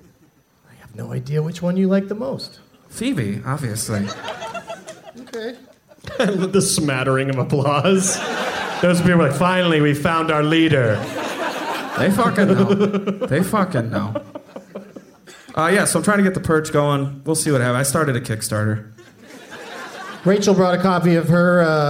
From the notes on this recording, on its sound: Live from the Plaza Hotel in Las Vegas